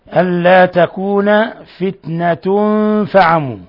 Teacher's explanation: تنوين ضم جاء بعده الفاء الحكم التجويد إخفاء حقيقي